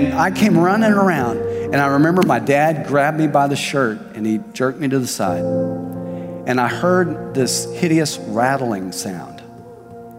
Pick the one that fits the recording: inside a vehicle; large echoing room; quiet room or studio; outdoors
large echoing room